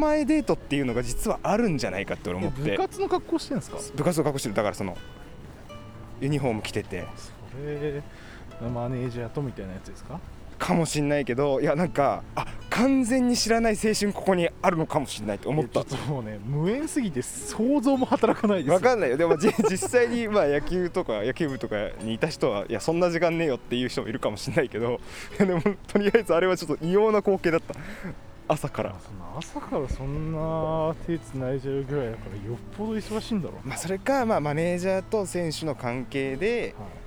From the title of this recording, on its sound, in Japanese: 屋外収録